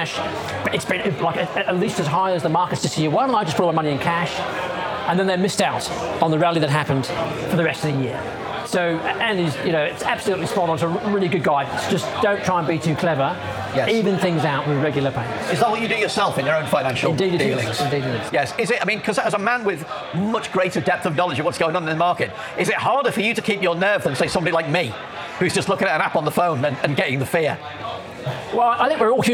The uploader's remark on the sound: Live in London!